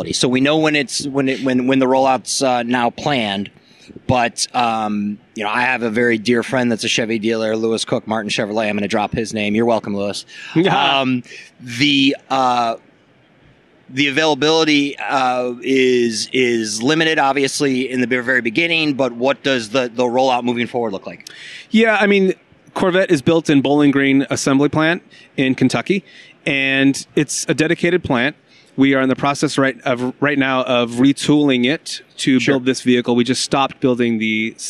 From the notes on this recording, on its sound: I did get to sit in one and record a podcast at the LA Auto Show.